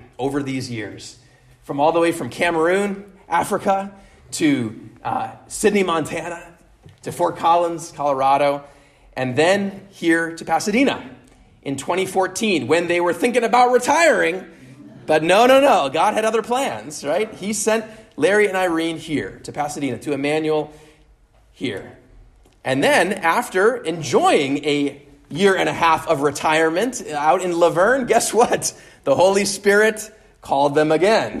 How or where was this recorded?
large echoing room